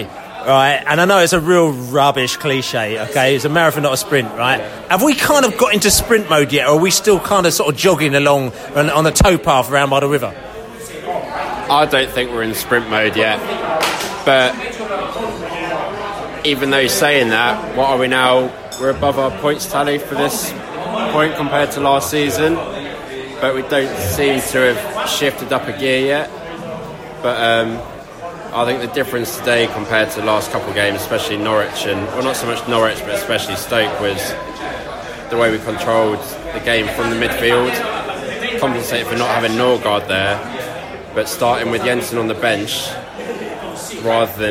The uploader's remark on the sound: post-match podcast from the pub